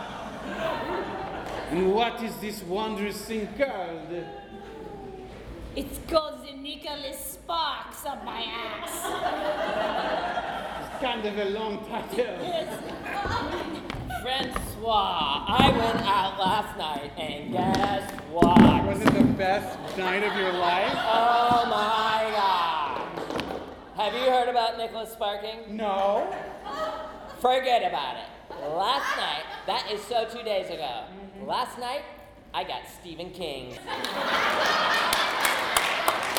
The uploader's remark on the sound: 2016 Oktoberfest (Live). Live, uncensored, and completely improvised episode recorded last year at our soon-to-be-annual Oktoberfest show.